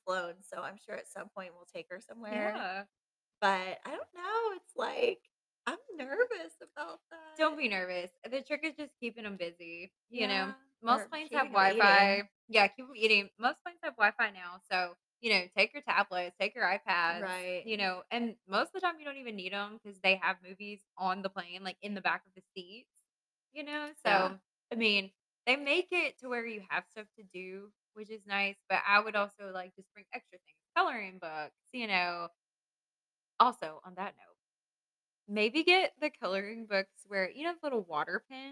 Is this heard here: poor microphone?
yes